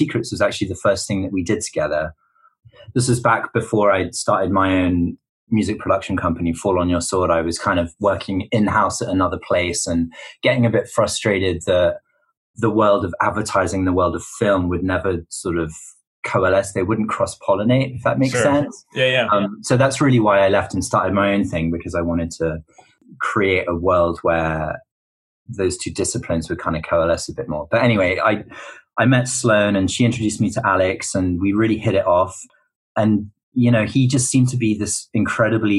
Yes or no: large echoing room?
no